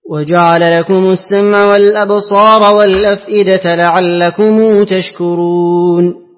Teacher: اقرأ لقالون بصلة الميم.